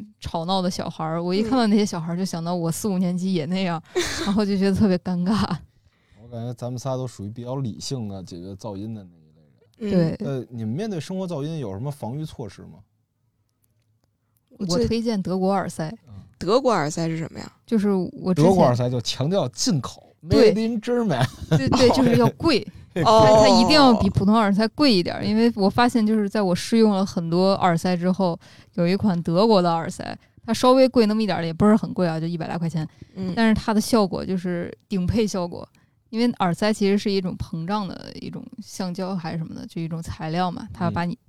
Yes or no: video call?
no